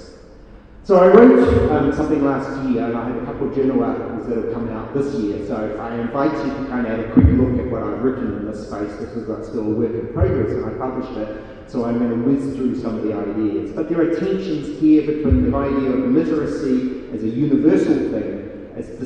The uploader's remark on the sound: speaks at SRHE Digital University Network Event